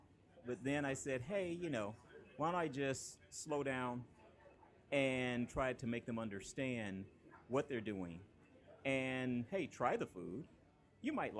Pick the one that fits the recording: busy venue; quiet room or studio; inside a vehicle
busy venue